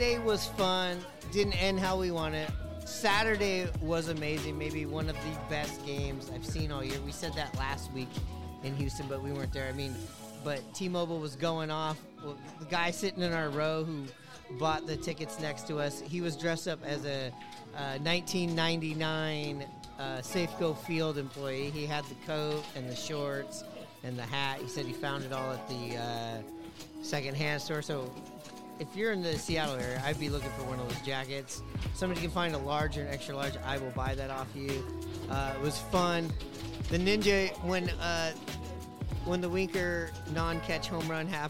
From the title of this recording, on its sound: Live from the Sloop Tavern